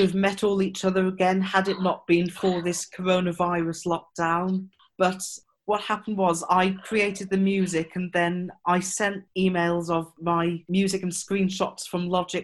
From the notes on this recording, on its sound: This conversation was recorded at a live Zoom-based listening party